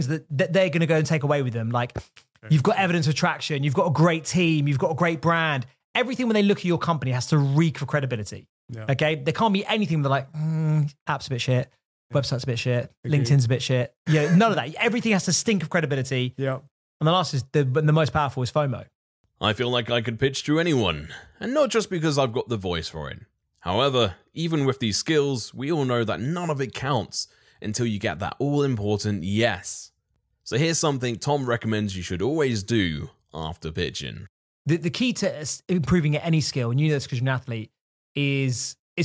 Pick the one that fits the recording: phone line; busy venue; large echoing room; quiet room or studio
quiet room or studio